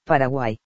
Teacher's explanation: Es la unión de 3 vocales en una misma sílaba. La vocal del medio debe ser abierta, aeo, y las demás cerradas, iu. · Term: Triptongo